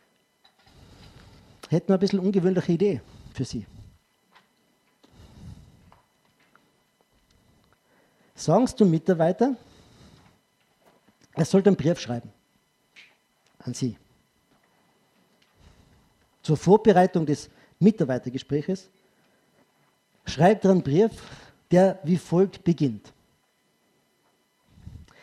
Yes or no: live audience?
yes